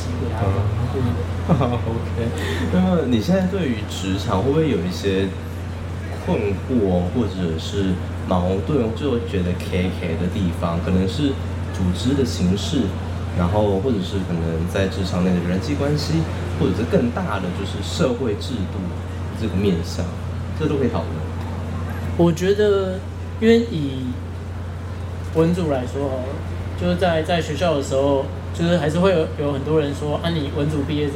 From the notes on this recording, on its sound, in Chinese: 本單元為南方家園小客廳與逗點學校聯合制播，也是首次以「Live Podcast」的形式在2023年讀字公民市集上錄音。